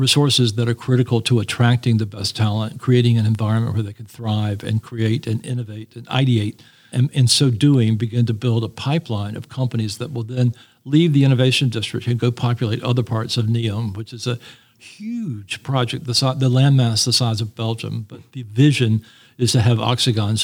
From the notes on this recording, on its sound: This episode was recorded at Bio on the Bayou, the annual event in New Orleans.